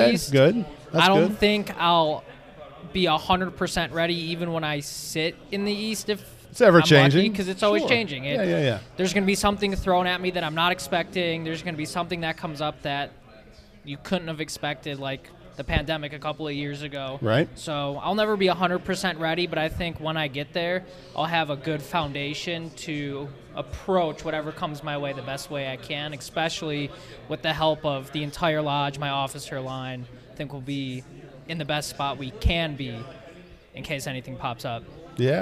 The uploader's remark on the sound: Live at the Conference! Records live during the Midwest Conference on Masonic Education!